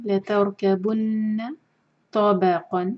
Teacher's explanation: آیا نمبر 19 میں لتركبن را ہیوی، لتركبن نون پر شدہ ہے، یہاں پر غنہ کریں گے، ہول کریں گے. لَتَرْكَبُنَّ طَبَقًا، تو ہیوی با لائٹ اور قاف ہیوی.